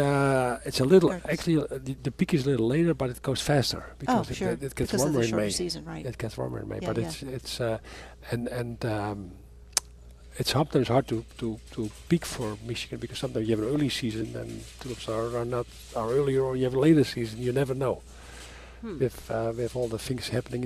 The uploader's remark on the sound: live from Prairie Gardens